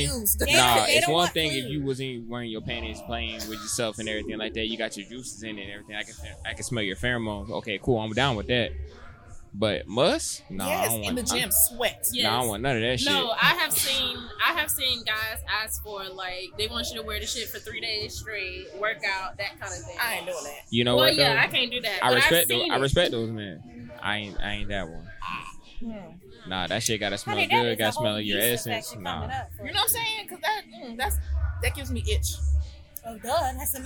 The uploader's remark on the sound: brought to you live from the MPN Podcast Stage